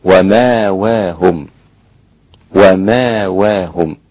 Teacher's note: الإمام السوسي والإمام أبو جعفر أبدل هذه الهمزة ألفا